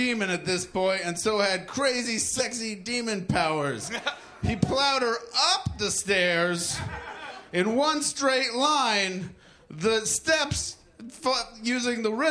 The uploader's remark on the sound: Recorded Live at Great Scott in Boston.